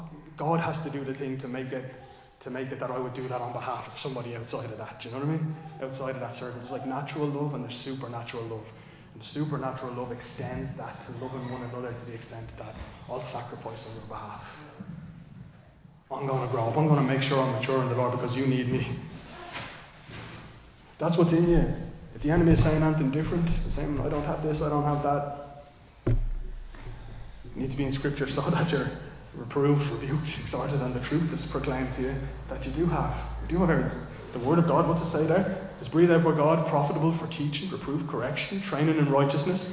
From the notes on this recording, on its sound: Recorded live in Liberty Church on 14 January 2024